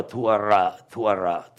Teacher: the R is actually in the back of your throat. And the W is done with your lips.